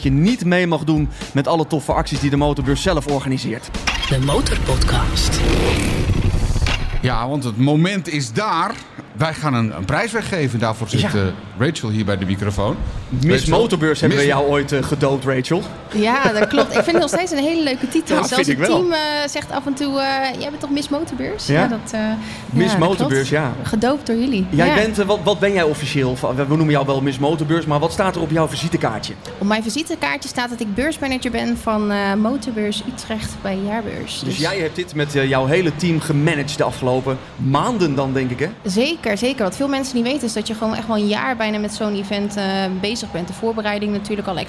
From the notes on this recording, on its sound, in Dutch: Onze stand en studio op MOTORbeurs Utrecht. Deze MOTORbeurs special is opgenomen tijdens MOTORbeurs Utrecht 2024.